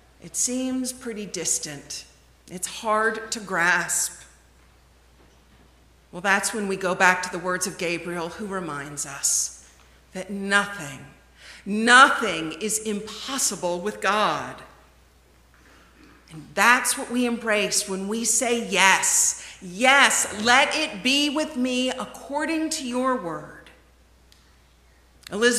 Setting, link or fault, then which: setting, large echoing room